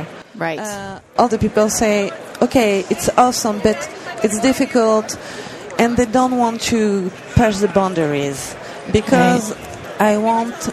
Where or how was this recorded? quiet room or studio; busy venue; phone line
busy venue